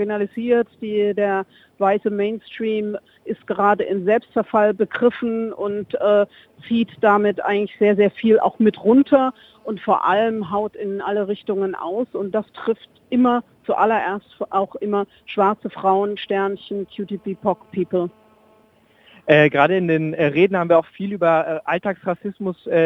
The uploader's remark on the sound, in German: Live vor Ort beim Black Lives Matter Protestmarsch 2018 in Berlin. Am Rand der Veranstaltung.